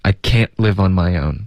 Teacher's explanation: 前面的 can 有一个干脆的停顿